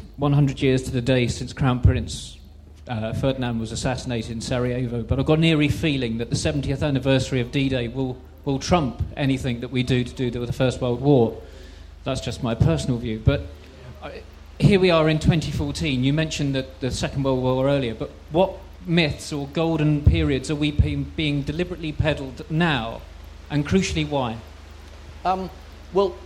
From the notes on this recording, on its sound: Recorded at Chalke Valley History Festival 2016.